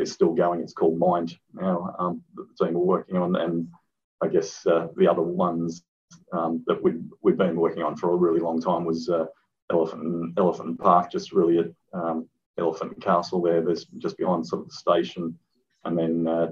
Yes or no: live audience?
no